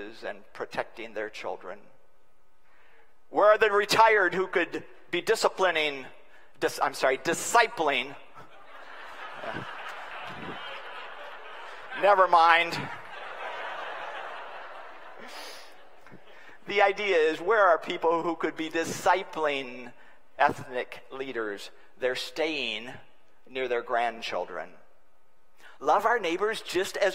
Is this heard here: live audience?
yes